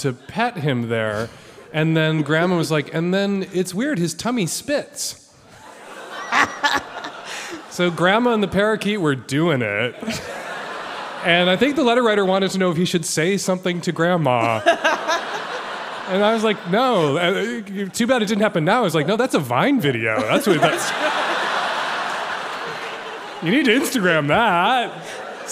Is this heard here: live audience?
yes